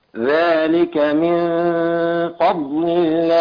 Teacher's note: ترقيق الفاء وتفخيم الضاد